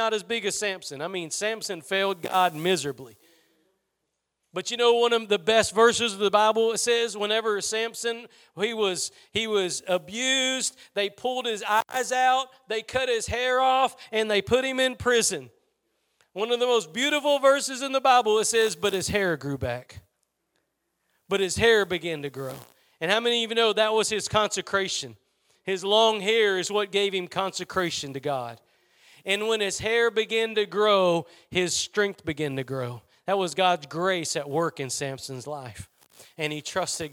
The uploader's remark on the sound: Preached at Gospel Lighthouse in Bossier City, La.